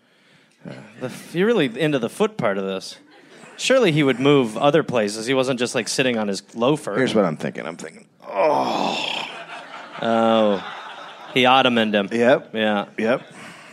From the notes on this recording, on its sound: Recorded live in Copenhagen.